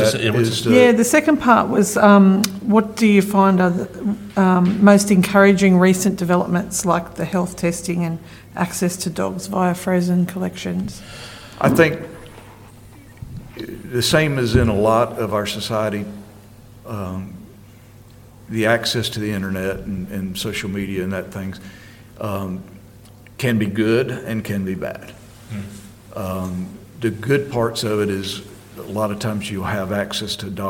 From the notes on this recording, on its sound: our first ever live podcast recording